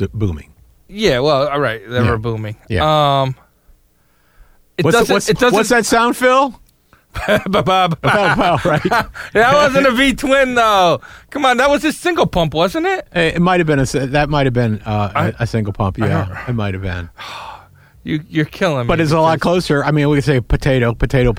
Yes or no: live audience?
no